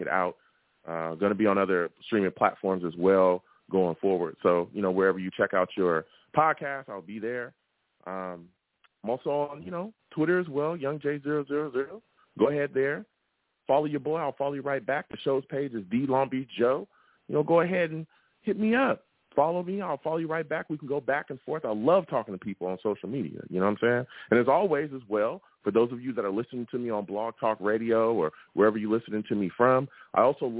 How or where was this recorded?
phone line